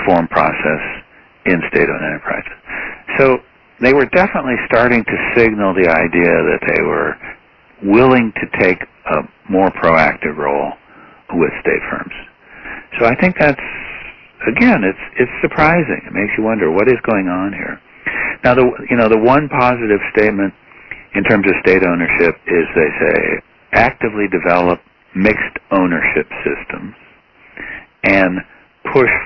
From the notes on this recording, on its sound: Hours after the close of the Plenum on November 12, the National Committee hosted an on-the-record teleconference.